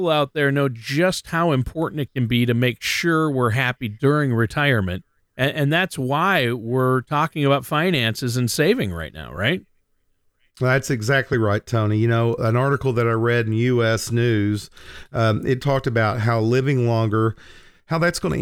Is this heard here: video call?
no